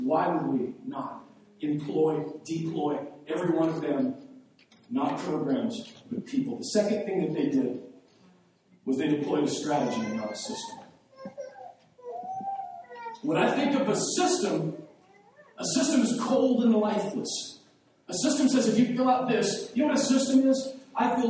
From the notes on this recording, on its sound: The audio on this wasn't recorded properly